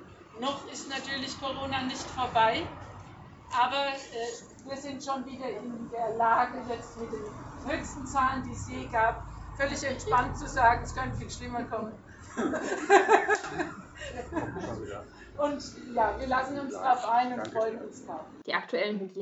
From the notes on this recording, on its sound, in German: Heute möchten wir von der Eröffnung der neuen Ausstellung erzählen. Live-Mitschnitte der Eröffnungsreden.